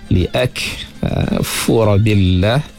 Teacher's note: Kita bunyikan sedikit hamas pada kaf yang mati itu.